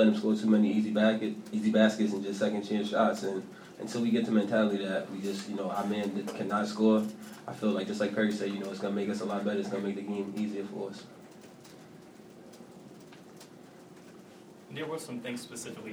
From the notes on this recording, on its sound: Press Conferences & Post-Game Interviews.